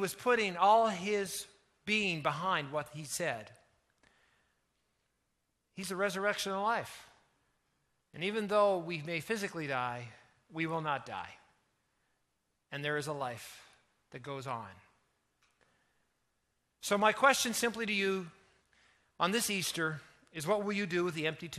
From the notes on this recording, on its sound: Easter Weekend at The Journey Church in Moncton.